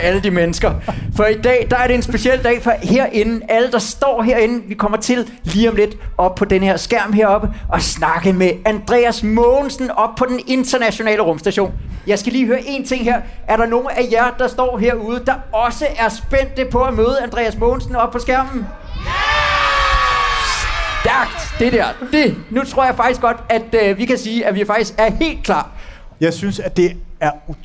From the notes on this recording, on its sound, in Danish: Tusindvis af publikummer i Tivoli i København er LIVE igennem.